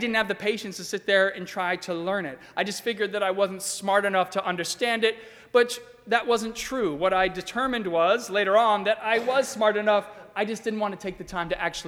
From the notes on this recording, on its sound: during the 10:30 AM Ash Wednesday service on Wednesday March 1, 2020, at First Presbyterian Church of Arlington Heights, Illinois.